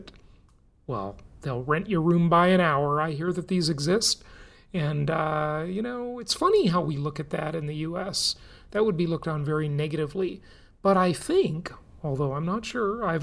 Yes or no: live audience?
no